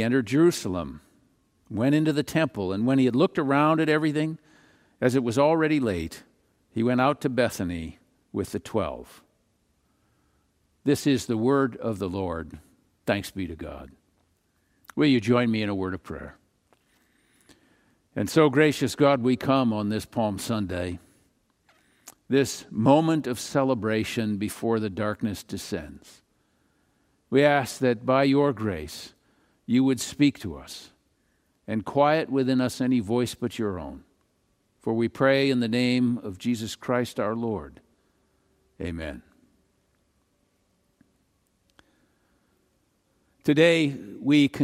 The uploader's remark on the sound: Palm Sunday message delivered during the Traditional Worship Service. San Marino Community Church.